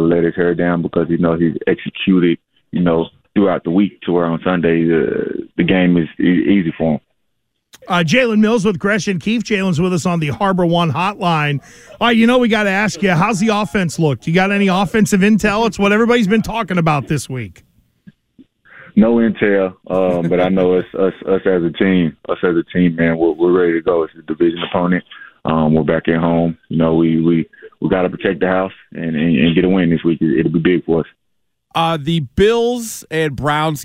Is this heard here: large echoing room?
no